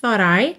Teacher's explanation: Aqui, como a gente está ligando em I, então, thought I. Esse último T fica rarara, para não ficar thought I, que seria mais rígido, né? Thought I.